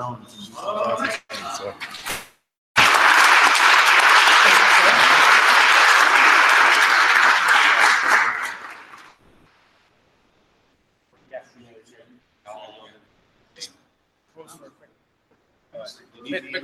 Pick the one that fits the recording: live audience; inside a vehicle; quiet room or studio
live audience